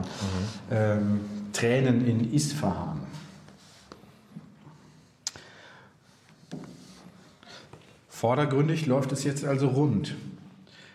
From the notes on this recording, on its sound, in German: Der Kleinkunstverein Altbau in Irsee im schönen Allgäu hat uns zu Lesung und Live-Podcast eingeladen.